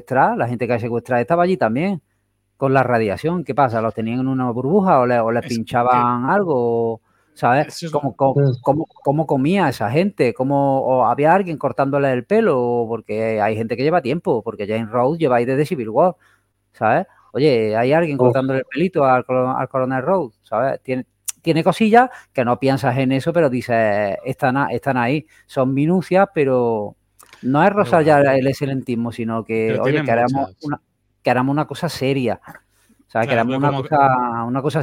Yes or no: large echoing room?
no